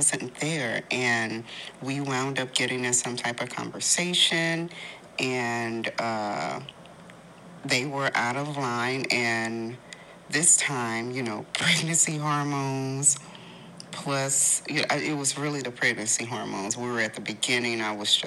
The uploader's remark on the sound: So, please forgive any background noise.